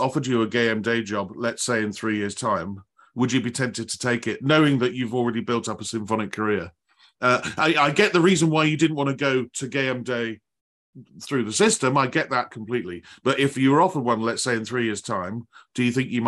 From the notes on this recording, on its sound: This interview was recorded on 15th September 2022 via Zoom.